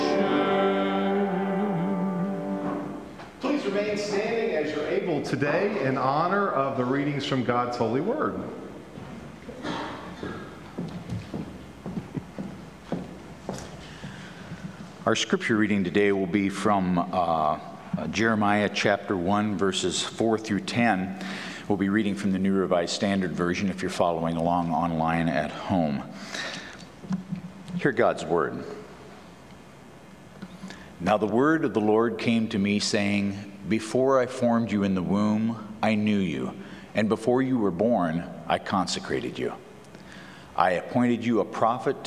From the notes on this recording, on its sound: Pender UMC Traditional Worship on August 21, 2022 at 9:00 am